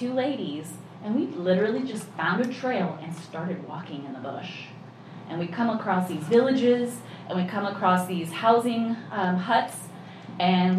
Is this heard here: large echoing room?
yes